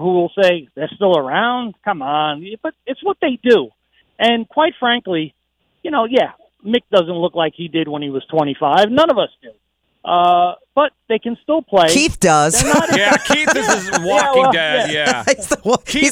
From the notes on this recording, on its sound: GIVES US A CALL FROM LONDON